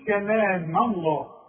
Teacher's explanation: رقق الميم وفقم لي لفظ الجلال لأنه مفتوح